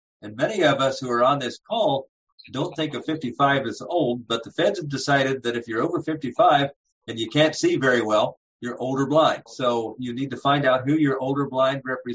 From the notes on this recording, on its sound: CCLVI ZOOM call with Certified orientation and mobility specialist. Recording includes a question and answer session.